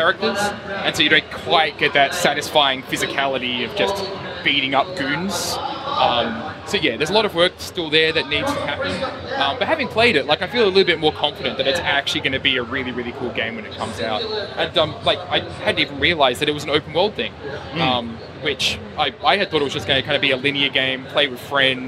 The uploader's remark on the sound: Live from the floor of PAX Australia 2019.